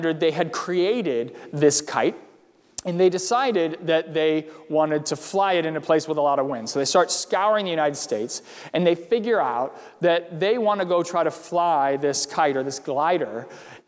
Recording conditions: large echoing room